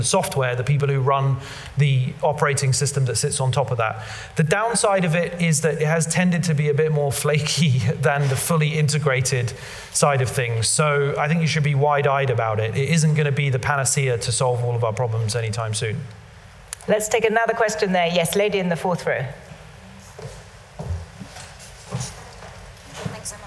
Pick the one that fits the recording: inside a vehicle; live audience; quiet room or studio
live audience